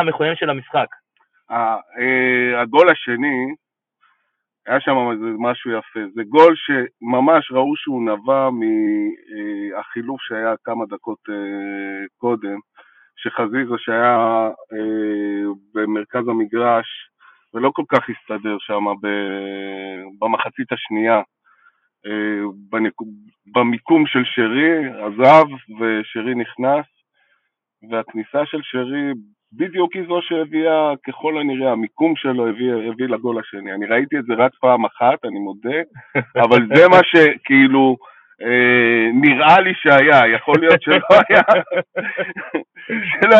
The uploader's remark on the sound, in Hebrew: שהוקלט ושודר בשידור חי ממגרש החניה של איצטדיון הי"א באשדוד.